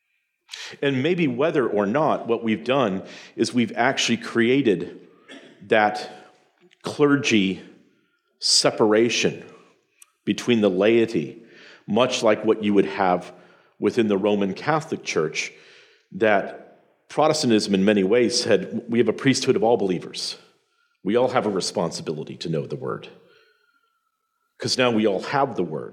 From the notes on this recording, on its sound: presentation from the Sovereign Nation’s Mere Simulacrity Conference